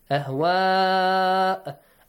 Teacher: the mad is واجب متصل you have to extend the sound to up to five counts or six counts